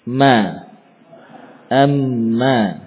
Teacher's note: untuk huruf mim maka disertai suara dengung, disertai dengan suara dengung